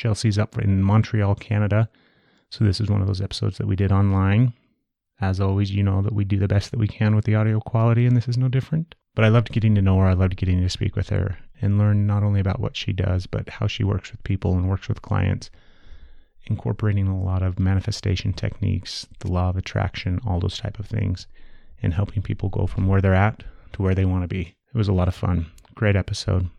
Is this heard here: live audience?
no